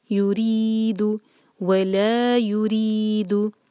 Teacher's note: را کے نیچے کسرہ ہے تو ہم اس کو باریک رکھیں گے، اور دو حرکہ ہے مد طبعی یریدو.